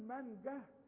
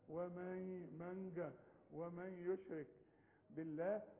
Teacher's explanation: انما احنا بنخفي النون بتاعة المانجا، مانجا ما بنستعملش اللسان.